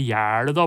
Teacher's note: Og så vil det jo være gjæl på Østlandet med tjukk L.